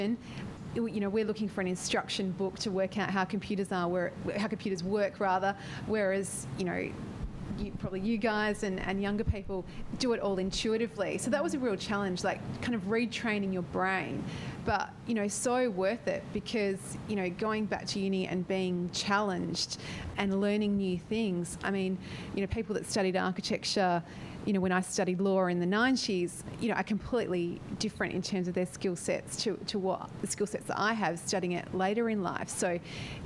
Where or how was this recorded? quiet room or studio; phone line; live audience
live audience